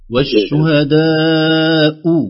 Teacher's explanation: همزة الشهداء حقق الضمة شوي خليها تظهر أكثر